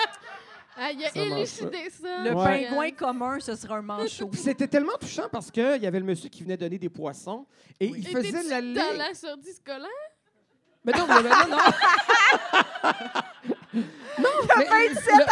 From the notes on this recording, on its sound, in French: Live devant public au 164 Lounge.